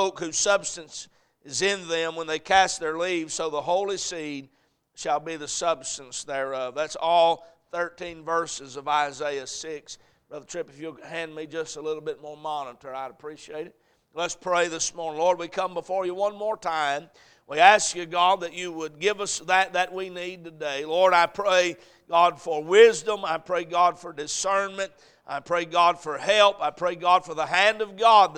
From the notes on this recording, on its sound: A message preached at Crossroads Baptist Church.